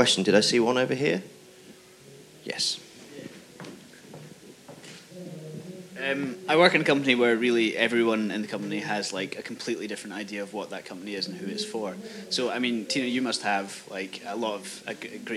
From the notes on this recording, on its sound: FyneFest 2019. I’m joined on this panel by three people. Apologies for a little background noise, this was recorded at a festival heading well into the livelier portion of its afternoon.